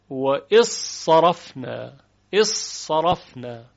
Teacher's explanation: یعنی یک صاد خالص و مشدد شنیده میشه · Term: ادغام زال در صاد